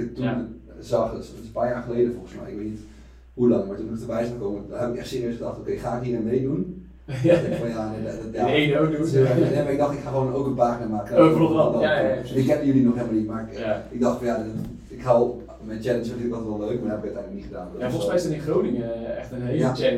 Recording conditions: poor sound quality